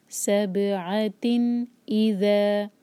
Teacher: عین کو حلق سے اور پھر تن کلیئر، نون کی آواز کلیئر، اظہار کرنا ہے.